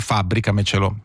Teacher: è una parola con accento sulla sest'ultima sillaba, quindi quadrisdrucciole